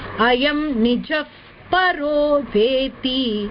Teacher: Ayam Nija Visargam, then Para. So when Pa comes at the back and Visarga comes before that, the Visargam is pronounced as F.